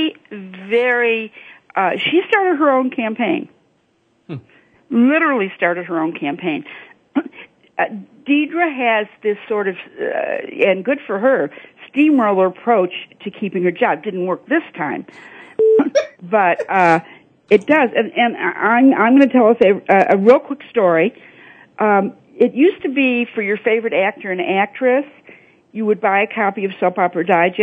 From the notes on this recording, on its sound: Soap Central Live is opening the phone lines to fans.